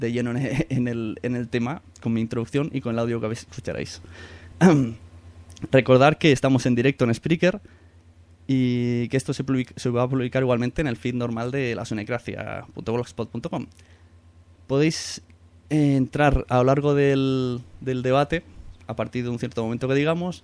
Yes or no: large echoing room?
no